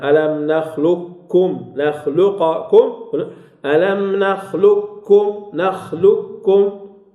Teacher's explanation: الكاف بوحدة اللي كتسمع، كاف بوحدة اللي كتسمع، لا وجود لصفة الاستعلاء، لا وجود لصفة الاستعلاء، هذا هو القول المشهور والذي عليه جمهور القراء. · Term: إدغام تام